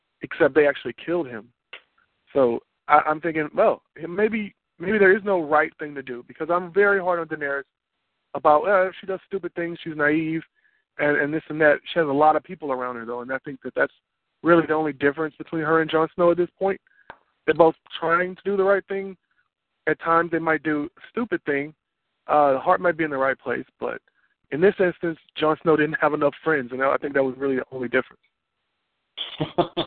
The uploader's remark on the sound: Fan Call